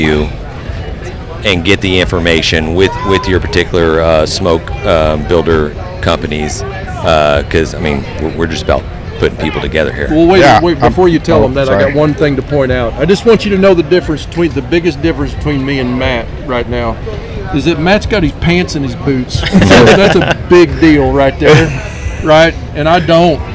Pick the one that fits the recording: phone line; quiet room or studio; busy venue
busy venue